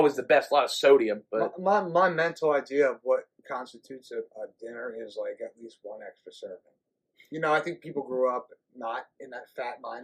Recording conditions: poor sound quality